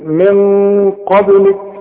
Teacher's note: القاف مفخمة، هنفخم الغنة من اجل القاف دي، والغنة هتخرج من الخيشوب من المناخير كده، هنقول من قبلك خلاص. · Term: الغنة هنا مفخمة